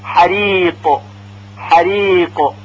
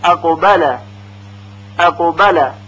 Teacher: قاف ساکن در آخر کلمه محکمتر و شدیدتر از قاف ساکن وسط کلمه ادا میشه